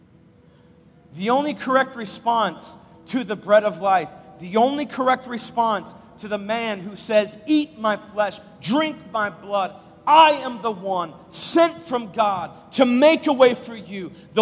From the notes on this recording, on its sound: live from Covenant Church